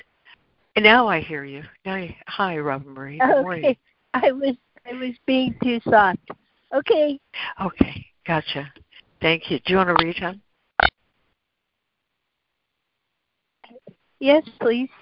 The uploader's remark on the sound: ACIM Daily Conference Call